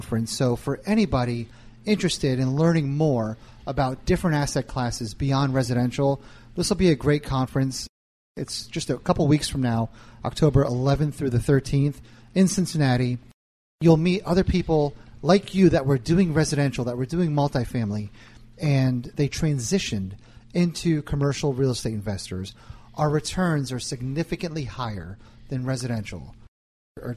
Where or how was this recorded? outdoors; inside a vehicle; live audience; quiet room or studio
live audience